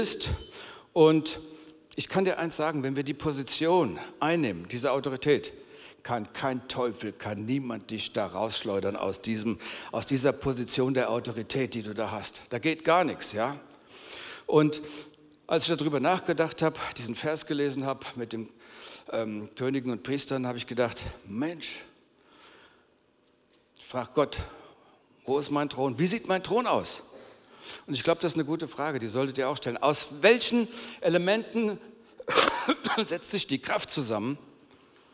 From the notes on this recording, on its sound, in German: aus unserem Gottesdienst